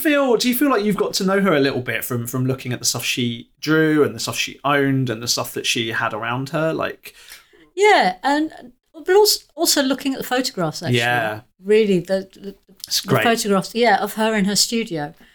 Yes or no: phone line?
no